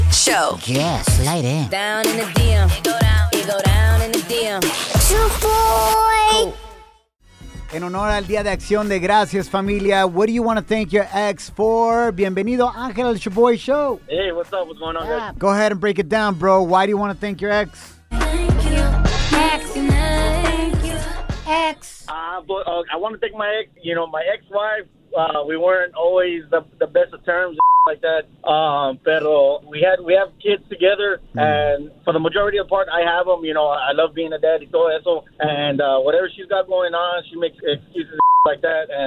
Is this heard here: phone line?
yes